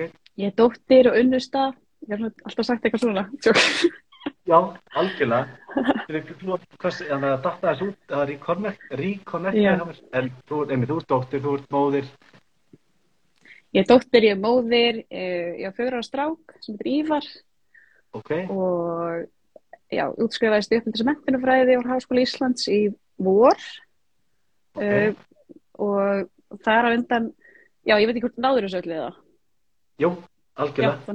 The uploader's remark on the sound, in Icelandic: tekið live instagram spjall